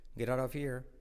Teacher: T como R suave, get out of here. Las dos T's como R suave. Get out of here, salto la H.